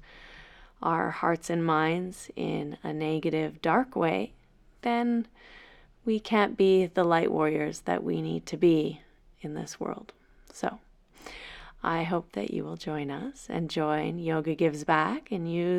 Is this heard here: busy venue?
no